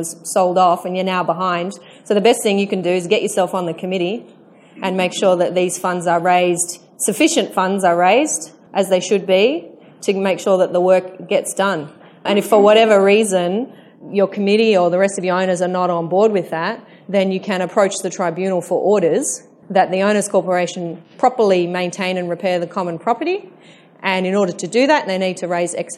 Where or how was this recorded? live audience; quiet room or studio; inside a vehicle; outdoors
live audience